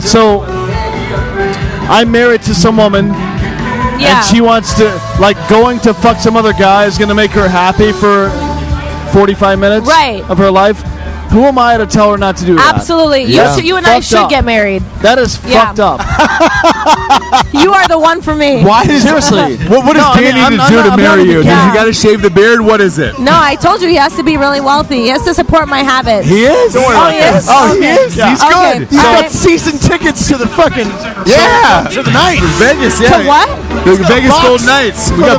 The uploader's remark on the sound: It also helps that we did it live from a Las Vegas bar in the middle of the afternoon.